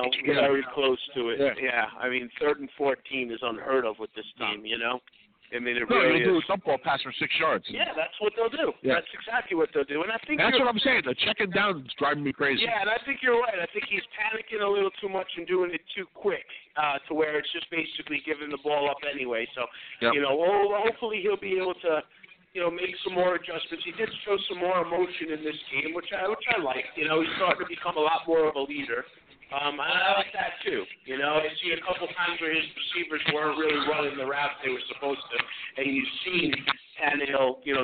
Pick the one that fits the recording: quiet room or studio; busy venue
busy venue